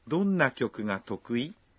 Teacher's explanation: Na gravação, a palavra tokui foi pronunciada com uma entonação ascendente.